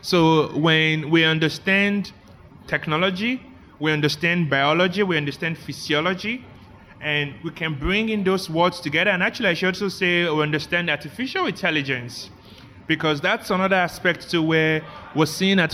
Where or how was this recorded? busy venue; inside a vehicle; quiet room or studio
busy venue